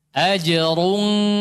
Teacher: Dhammahnya cuma selesai di ra. Ketika masuk ikhfa sudah enggak ada dhammah.